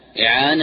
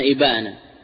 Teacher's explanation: وضابطه أن تختلف الكلمتان في حرفين متباعدي المخرج، تختلف الكلمتان في حرفين متباعدي المخرج، وهما العين والباء · Term: الجناس اللاحق